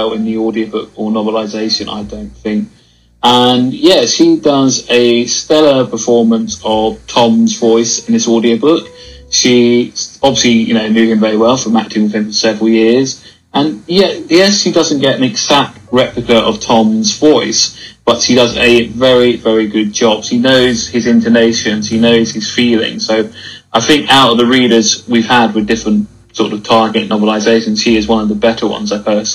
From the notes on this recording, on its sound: I apologise that the sound is not great on Waze but didn’t have a microphone then.